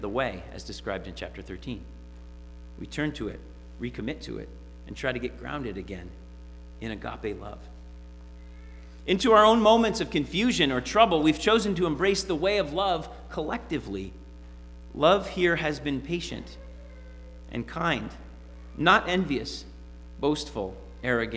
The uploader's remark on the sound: Sermon preached at RCHP on January 30, 2022.